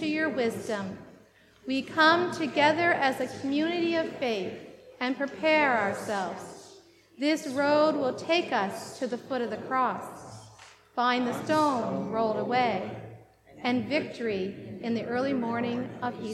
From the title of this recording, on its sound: Live worship service